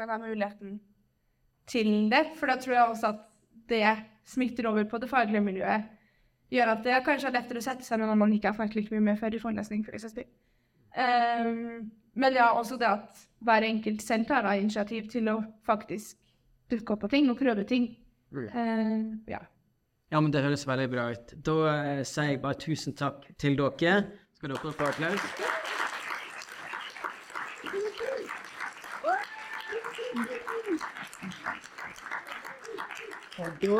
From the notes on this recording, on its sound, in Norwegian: Live fra studentkonferansen. 100 studenter fra hele landet samlet seg på Gardermoen for årets studentkonferanse.